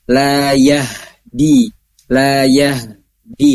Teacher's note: H-nya tetap harus ada keluar kasarnya. Jadi jangan dimasukkan ke layah gitu ya. · Term: H sukun